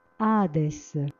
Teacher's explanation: Ai fini della lettura, lo spirito aspro conferisce una leggera aspirazione alla vocale su cui si trova